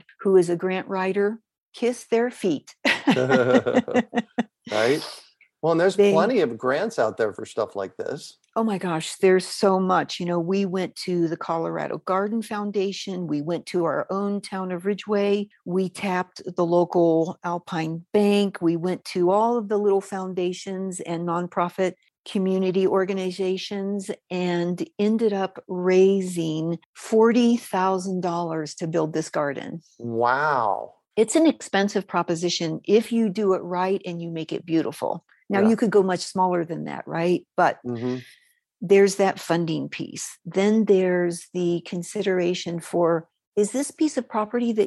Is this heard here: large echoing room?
no